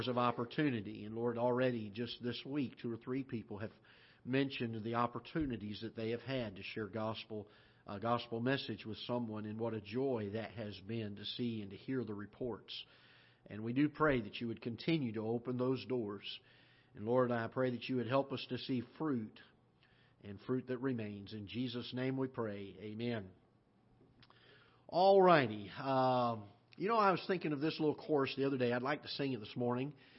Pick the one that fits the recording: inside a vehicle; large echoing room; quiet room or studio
large echoing room